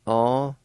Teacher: right at the very beginning, right after the A, there's a faint H sound, or the N sound is nasalized.